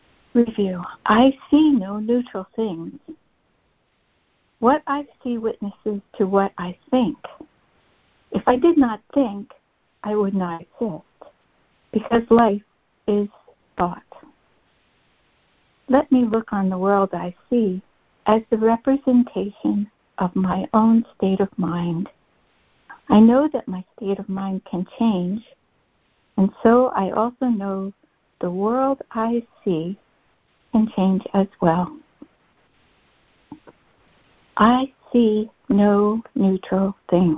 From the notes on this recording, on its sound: ACIM Daily Conference Call